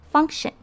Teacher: 千万不要漏掉 function 里面的 c，要把它发成可的气音